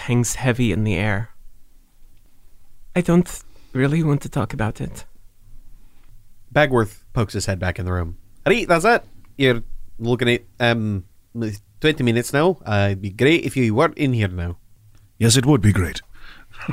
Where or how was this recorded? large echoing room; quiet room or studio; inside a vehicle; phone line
quiet room or studio